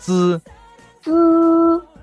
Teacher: 你感觉你的舌尖是抵住一个接近上面的一个齿背 · Term: 平舌音